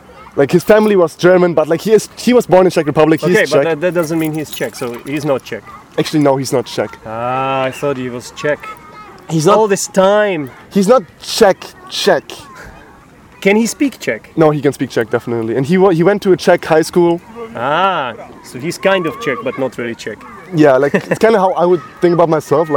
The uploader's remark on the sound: recorded at a lake in Podebrady